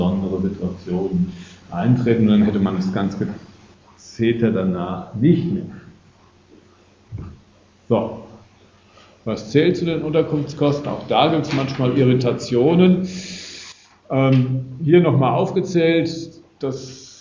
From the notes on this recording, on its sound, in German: Gekürzter Mitschnitt eines Vortrags. In Darmstadt.